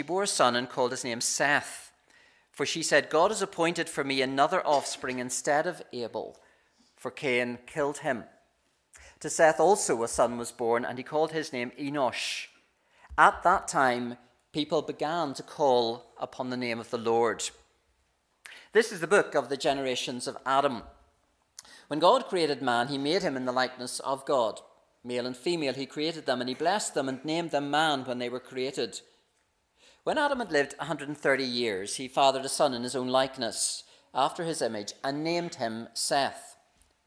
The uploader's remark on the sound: This is the recording of the Bible reading and sermon from our morning service on Sunday 14th May 2023